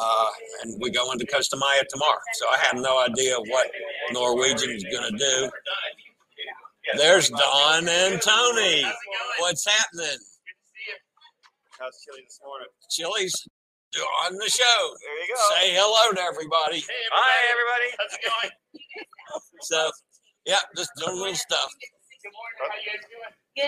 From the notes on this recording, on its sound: LIVE from the Norwegian Breakaway and the Vloggers Extravaganza